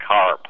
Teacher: some people pronounce it with a very rolled R in America